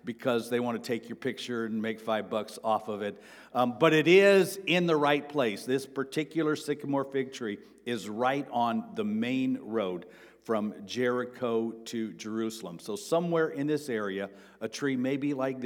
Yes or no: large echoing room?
yes